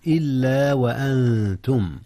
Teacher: جاء الإخفاء هنا يا أستاذنا. أخفي النون قبل التاء إذ التاء من حروف الإخفاء